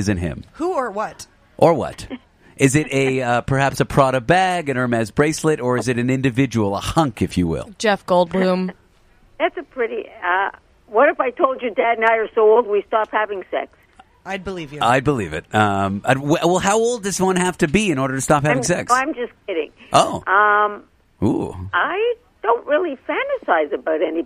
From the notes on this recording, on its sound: An inappropriate on-air phone call. Here's that phone call!